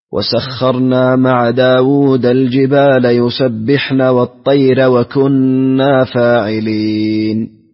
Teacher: ترقيق الراء لورش فقط في كلمة الطير